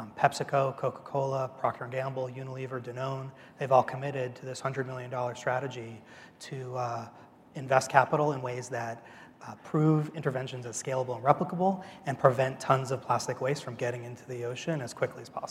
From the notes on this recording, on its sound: The best of live interviews from GreenBiz events.